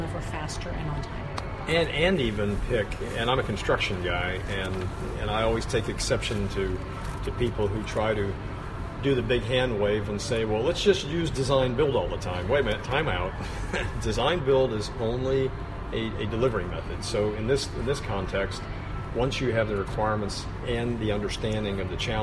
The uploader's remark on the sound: live from the NAVFAC EURAFSWA-SAME Government-Industry Engagement Forum in Naples, Italy